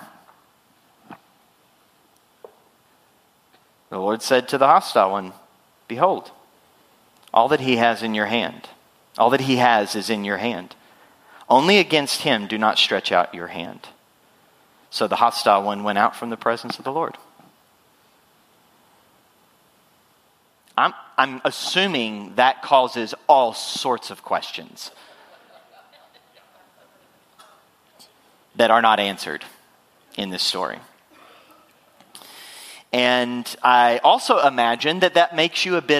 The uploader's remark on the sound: Full Sunday Service June 11, 2023.